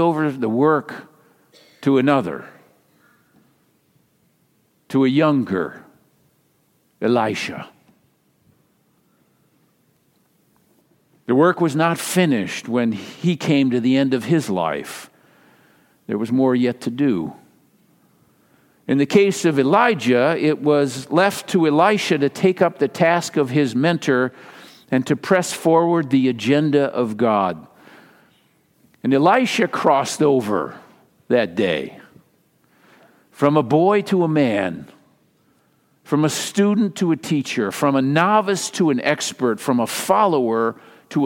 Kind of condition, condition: setting, large echoing room